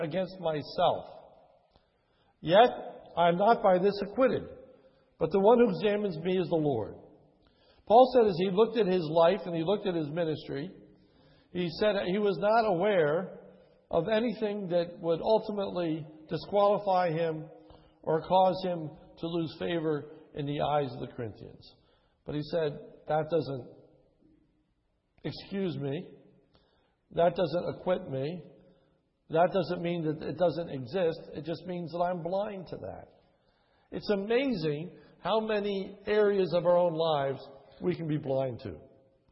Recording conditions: large echoing room